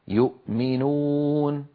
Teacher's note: يؤمنون، الهمزة في كلمة يؤمنون ساكنة وبعدها ميم، الهمزة من أقصى اللسان، عفوا الهمزة من أقصى الحلق، والميم من الشفتين